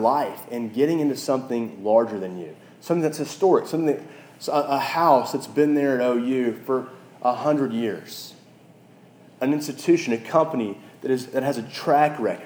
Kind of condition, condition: setting, large echoing room